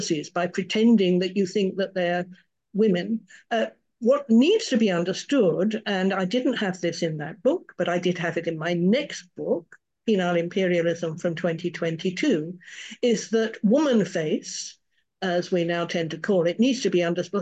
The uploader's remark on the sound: A live webinar on Sunday 28th Jan at 10am UK time.